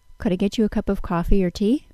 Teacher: I tell you that by not changing my pitch on the first option, the coffee, and then by rising it after the final option, the tea · Term: open choice question